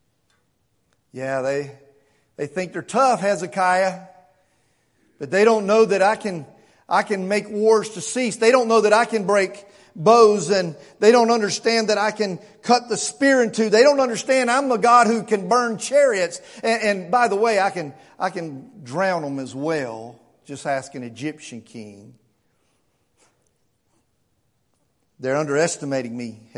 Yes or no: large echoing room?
yes